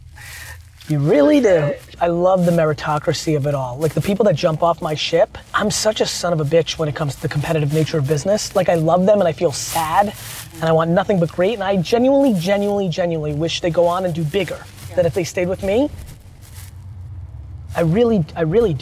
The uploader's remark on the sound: Car Ride Conversation. Takes a ride with me to have our meeting.